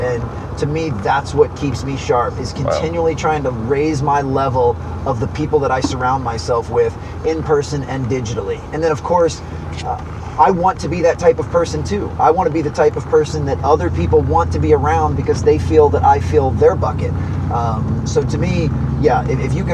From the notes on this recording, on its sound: "Two Coaches in a Benz".